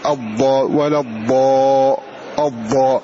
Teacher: تلحظ أن حافة اللسان بكاملها عملت، فقالوا مستطيل لأنه أخذ طول اللسان من أوله إلى آخره. · حرف مستطيل بمعنى أنه يأخذ طول حافة اللسان